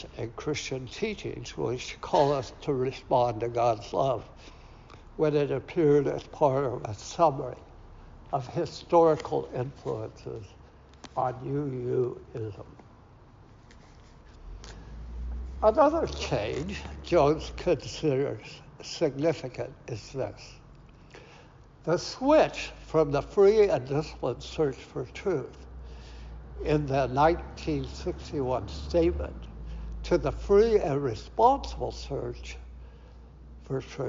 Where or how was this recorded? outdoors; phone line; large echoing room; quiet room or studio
large echoing room